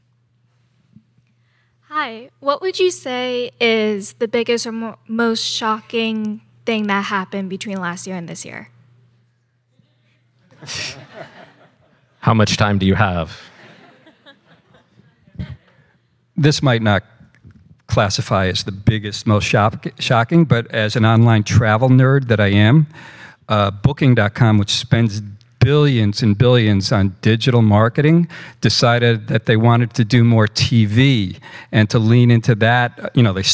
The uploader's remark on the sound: with audio from one of our annual Megatrends events